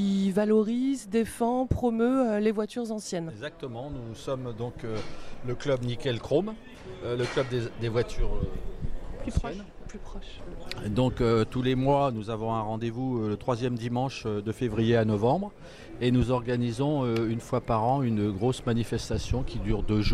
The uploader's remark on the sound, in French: En direct du Forum des Associations de Soorts-Hossegor. Au micro de Wave Radio.